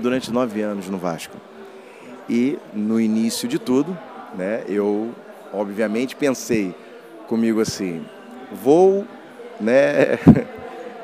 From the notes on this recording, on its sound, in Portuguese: Podcast gravado durante o Thinking Football Summit, evento máximo da Liga Portugal.